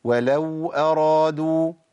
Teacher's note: لازم يجري الصوت شوية في الواو · Term: الواو الساكنه